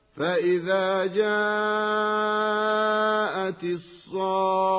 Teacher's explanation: فالخاء ليست من حروف الغنة، وعلى هذا فمد الصاد قبلها مد لازم بمقدار 6 حركات ولا غنة بعد المد